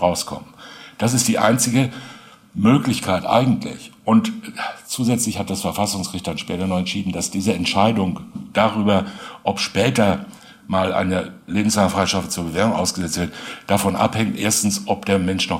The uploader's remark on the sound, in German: True Crime LIVE. Diese Folge des SWR2 True-Crime-Podcasts „Sprechen wir über Mord?!“ wurde live bei den Stuttgarter Kriminächten 2021 auf dem Stuttgarter Fernsehturm aufgezeichnet.